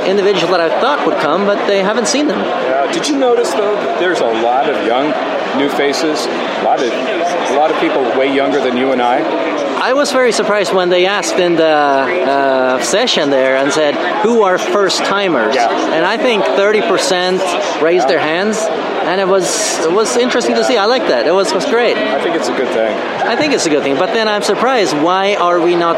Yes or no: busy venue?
yes